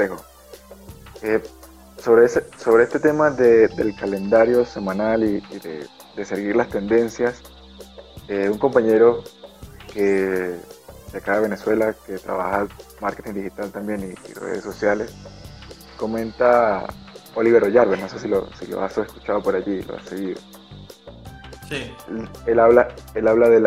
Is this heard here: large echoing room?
no